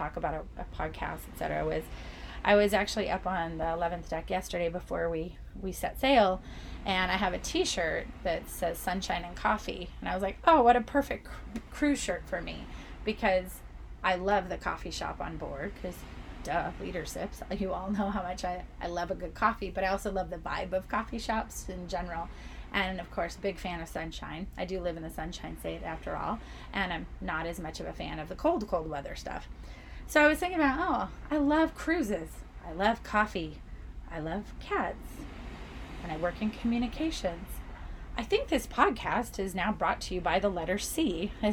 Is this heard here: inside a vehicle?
yes